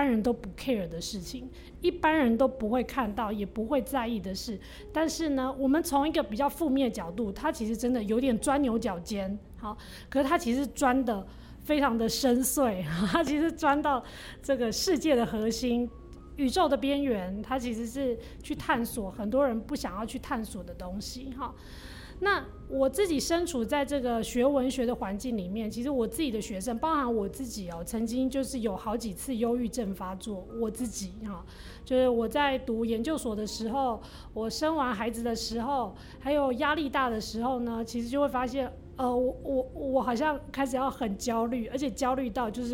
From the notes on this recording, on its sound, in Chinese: 本集節目是《人間失格》系列活動第三場（重新做人製作委員會！「別緊盯著鏡子，跳Poppinig 要有自己的律動！」）的現場錄音喔！